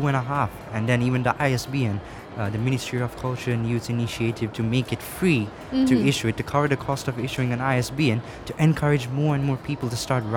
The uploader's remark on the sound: Live from SIBF 2022